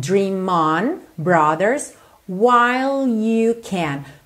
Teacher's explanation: percebe como você liga dream no on